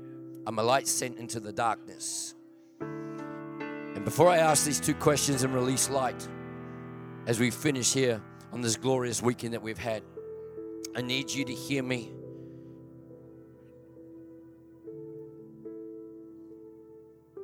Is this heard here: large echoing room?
yes